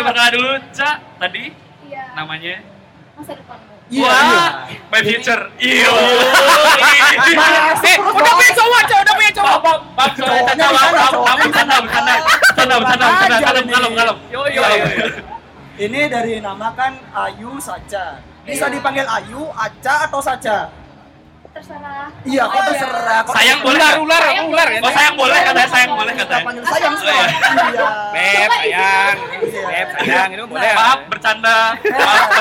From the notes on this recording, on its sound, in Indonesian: untuk pertama kalinya kita live podcast di Denpasar Festival